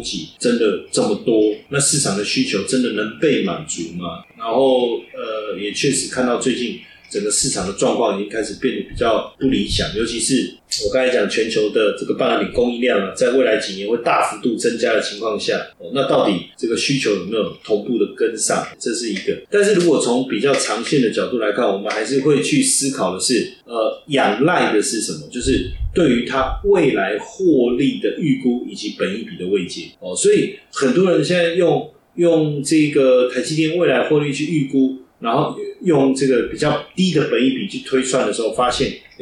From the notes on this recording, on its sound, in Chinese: 本集錄製設備故障聲音品質不佳再請見諒